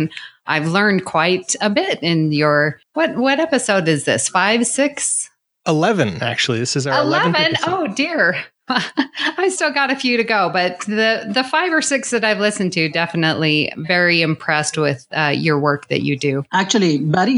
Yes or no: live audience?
no